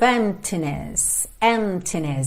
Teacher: A gente não pronuncia a letra P